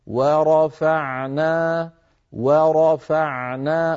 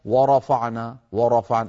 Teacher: را الراء مفخمة لأنها مفتوحة، ثم بعدها فاء مرققة · Shown in: first take · فصار عندي مرقق مفخم مرقق، ورفعنا ورفعنا، ولا نقول مثلا ورفعنا ورفعنا، لا نفخم الواو ولا نفخم الفاء، فانتبهوا إلى ذلك.